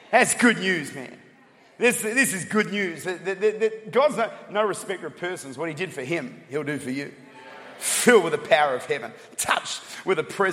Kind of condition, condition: setting, large echoing room